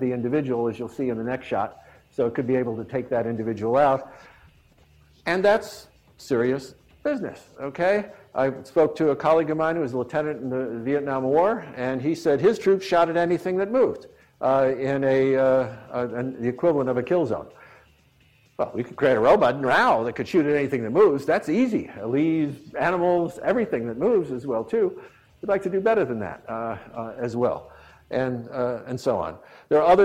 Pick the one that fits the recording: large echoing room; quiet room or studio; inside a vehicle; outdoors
large echoing room